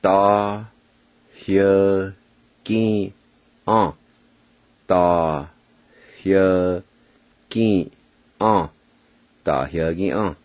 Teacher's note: Another H sound right before the Y in this word.